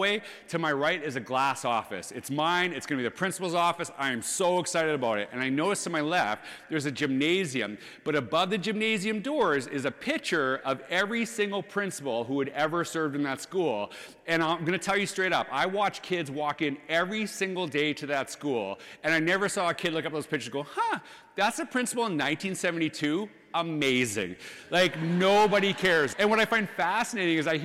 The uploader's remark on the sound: This is a clip from the #FACTS2023 National Conference in Orlando, Florida